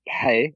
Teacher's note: It's basically a voiceless R.